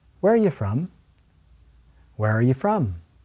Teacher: Americans often reduce or shorten the words in the middle, the verb be and the subject you.